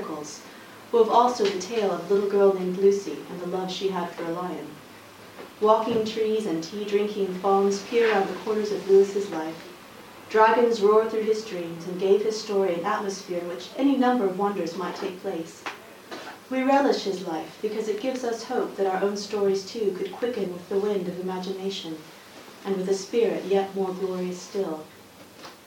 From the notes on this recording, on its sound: Official book launch at the Oxford C.S. Lewis Society. Recording from the official book launch.